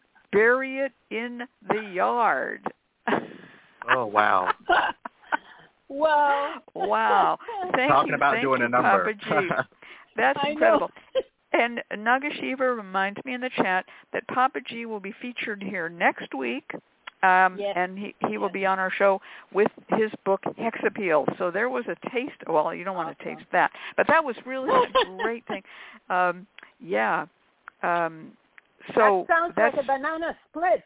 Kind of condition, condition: link, phone line